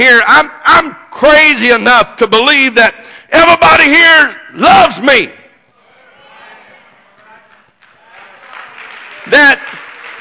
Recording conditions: large echoing room